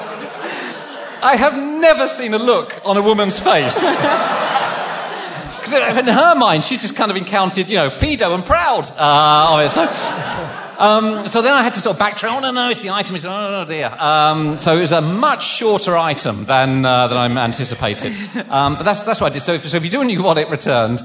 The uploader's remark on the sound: Live from NECSS. Live QA.